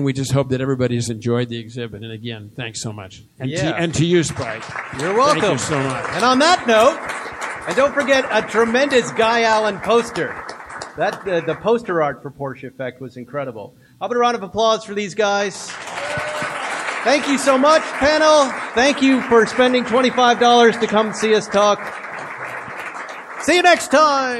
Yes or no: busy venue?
yes